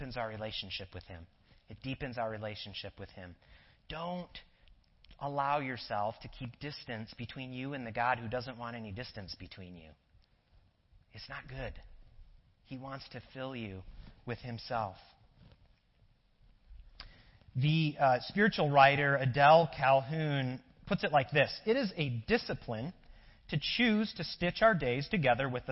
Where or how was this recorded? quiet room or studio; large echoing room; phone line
large echoing room